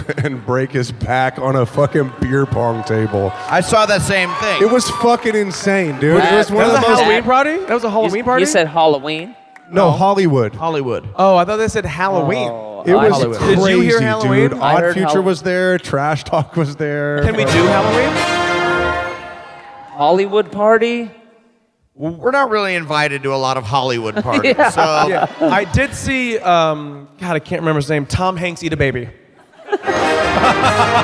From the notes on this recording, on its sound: Live from Austin!